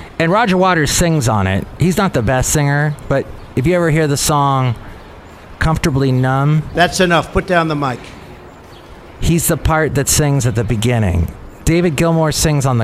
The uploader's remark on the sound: podcasts live from Café Anyway